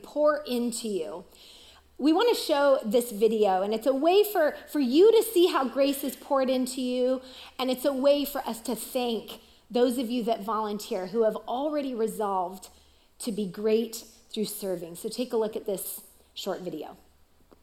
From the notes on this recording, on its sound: Recorded live at CrossWinds Church on May 7, 2023.